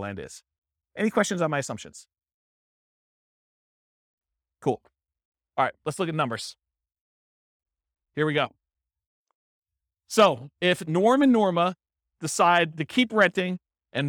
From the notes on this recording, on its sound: This was a live class recorded.